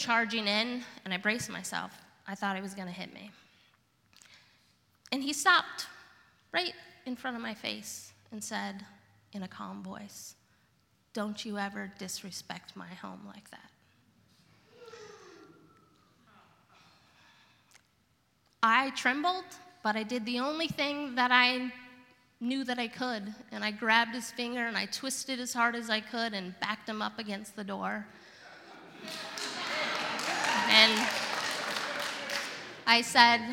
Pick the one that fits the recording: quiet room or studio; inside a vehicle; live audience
live audience